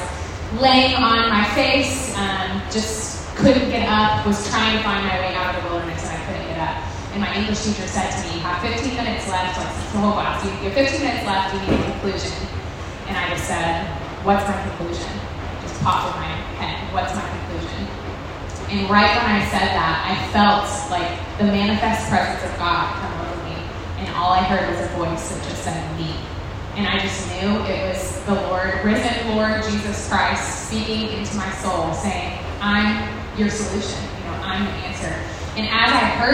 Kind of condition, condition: fault, poor sound quality